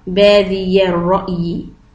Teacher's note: Don't stretch the ya with the كسرة.